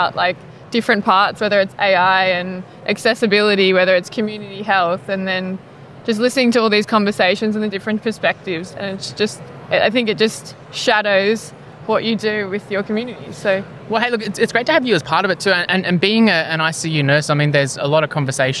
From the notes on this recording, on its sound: Australian Healthcare Week 2023 Feature Episode. Recorded at Australian Healthcare Week 2023.